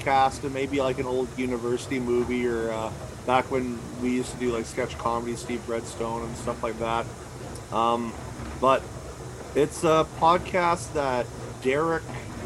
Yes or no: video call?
no